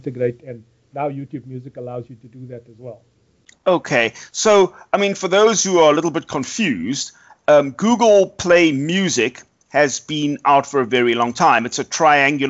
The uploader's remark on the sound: The Skypecast. We apologise for the terrible audio on South Africa's most accessible consumer technology podcast.